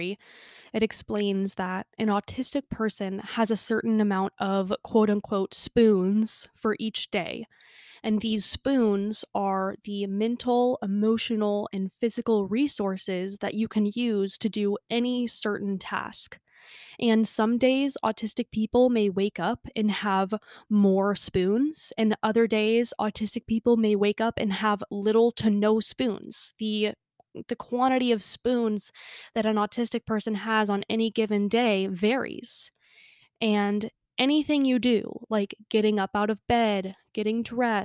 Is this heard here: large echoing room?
no